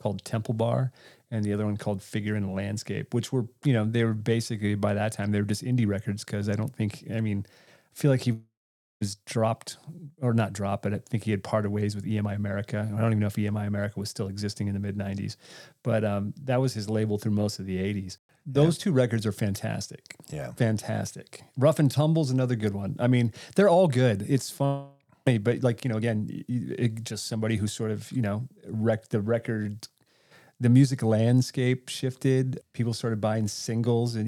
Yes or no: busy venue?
no